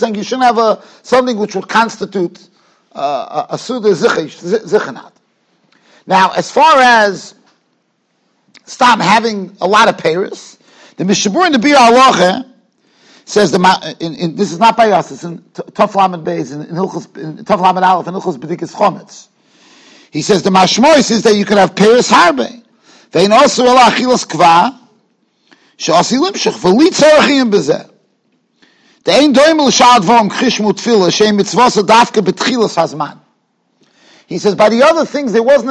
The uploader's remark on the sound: Shiur recorded in Yeshivas Ohr Reuven, Monsey, NY.